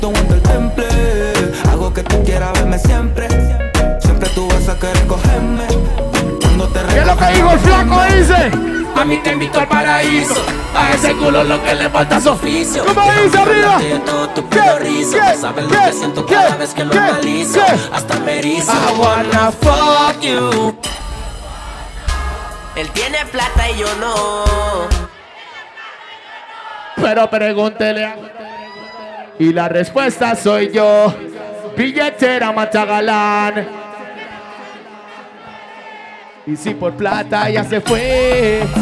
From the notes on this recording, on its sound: LIVE SHOW AT BAR ARRIBA -PLAYA SAMARA CR. Audio en vivo.